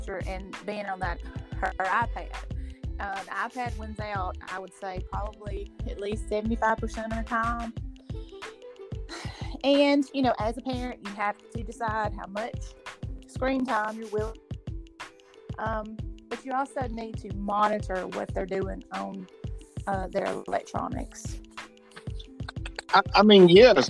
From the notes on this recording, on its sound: we had some strange popping noise